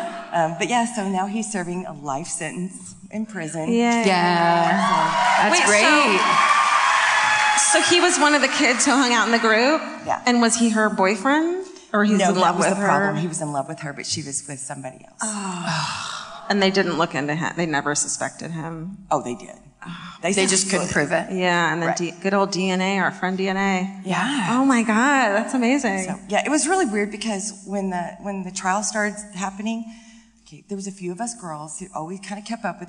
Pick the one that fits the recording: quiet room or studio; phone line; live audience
live audience